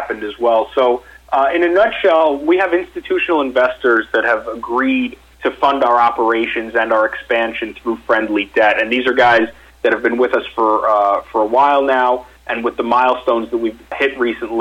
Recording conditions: phone line